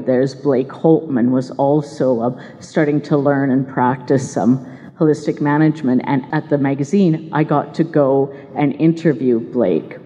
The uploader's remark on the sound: LIVE Broadcast: Organic Alberta 2020 Conference. You'll be hearing a LIVE Broadcast from my recent presentation at the Organic Alberta 2020 Conference.